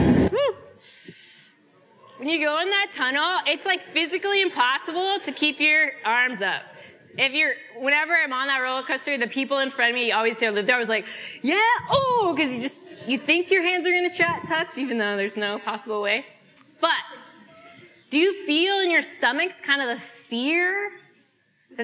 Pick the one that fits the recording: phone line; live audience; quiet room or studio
live audience